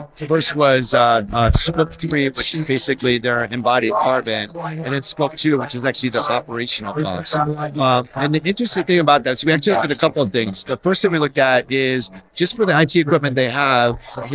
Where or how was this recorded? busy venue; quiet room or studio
busy venue